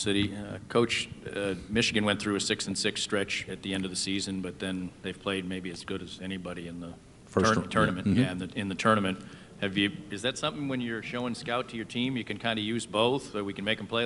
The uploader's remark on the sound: Press Conferences & Post-Game Interviews. Talks to reporters.